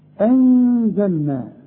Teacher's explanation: بعدها زين والزين من حروف الإخفاء حخفي وغن